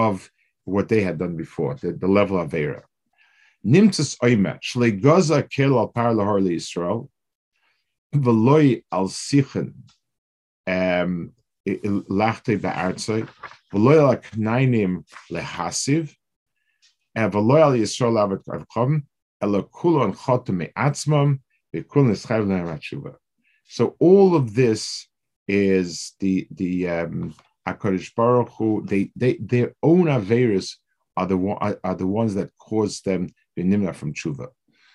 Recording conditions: video call